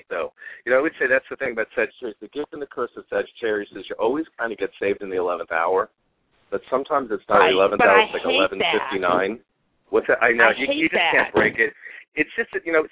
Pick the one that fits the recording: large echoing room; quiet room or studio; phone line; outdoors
phone line